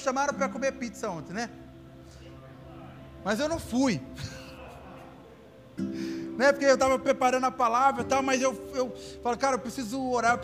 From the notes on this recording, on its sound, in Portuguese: Áudio do Culto de Domingo do dia 12/12/2021.